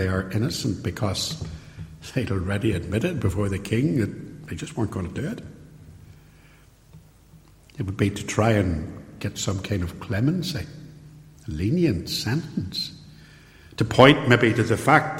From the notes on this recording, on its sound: Recorded at Templepatrick Reformed Church and used with their permission.